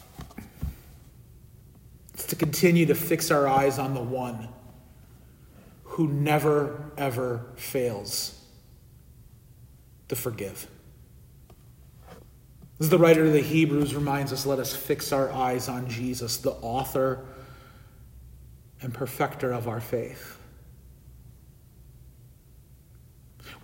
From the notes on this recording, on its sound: This sermon audio was recorded at the Midweek Divine Service on Wednesday, September 20, 2023.